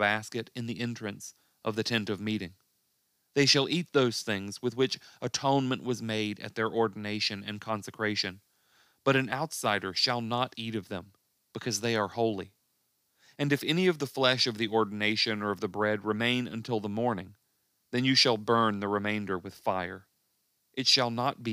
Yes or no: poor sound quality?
no